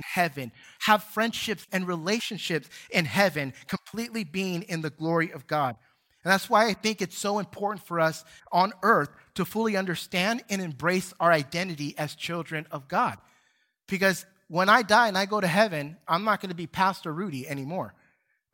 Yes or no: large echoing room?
yes